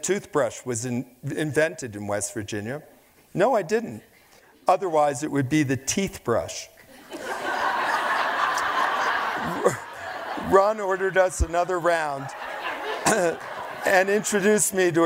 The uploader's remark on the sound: Onstage for a lecture series held by Aspen Words, the literary organization of The Aspen Institute.